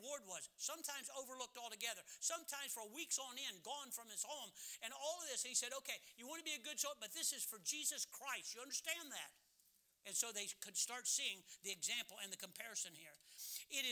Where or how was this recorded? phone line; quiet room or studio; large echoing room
large echoing room